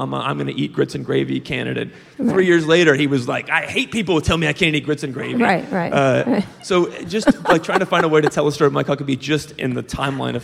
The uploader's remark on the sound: at the 2017 Texas Tribune Festival in Austin